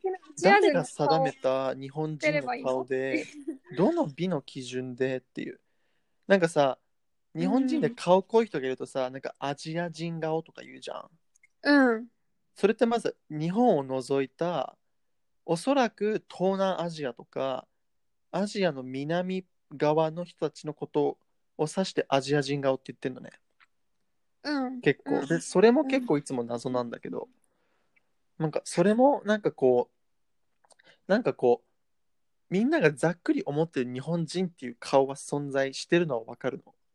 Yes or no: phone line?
no